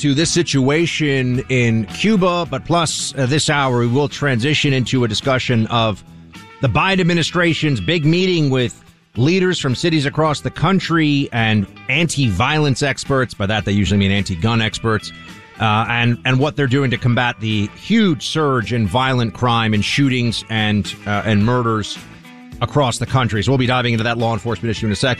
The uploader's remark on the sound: Phone lines were jammed with Cuban-Americans telling their dramatic personal stories.